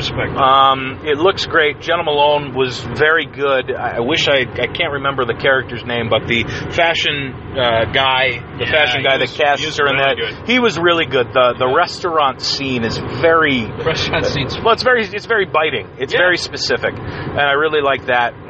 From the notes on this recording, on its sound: On their way back from Cleveland. Riff in the car. In the first Vomit off the Cuff mobile edition. Only 2 of us were in the car.